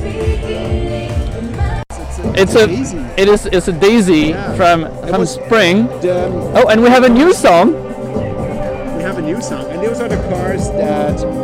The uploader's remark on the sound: Live at the New Years Eve Parade rehearsals